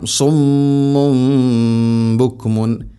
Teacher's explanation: ശേഷം സുമ്മുൻ തൻവീന് ശേഷം ബ, ഇവിടെ തൻവീനു ശേഷം അല്ലെങ്കിൽ സാക്കിന നൂനു ശേഷം ബ വന്നാൽ അതിനെ തൻവീനിനെ അല്ലെങ്കിൽ സാക്കിന നൂനിനെ മീമാക്കി അഥവാ ഇഖ്ലാബ് ചെയ്യണം, മാറ്റി മറിക്കണം. തൻവീനിനെയോ സാക്കിന നൂനിനെയോ മീമാക്കി ഉച്ചരിക്കണം. അതാണ് അവിടെ ചെറിയൊരു മീം കാണാൻ പറ്റും.